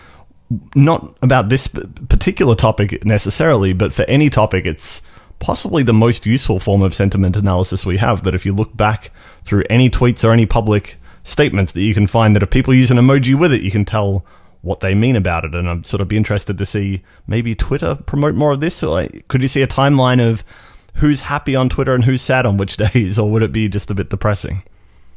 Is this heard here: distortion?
no